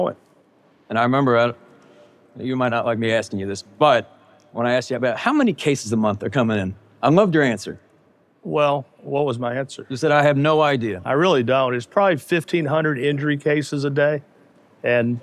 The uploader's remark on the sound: In this special episode of The Game Changing Attorney Podcast recorded LIVE at the Game Changers Summit.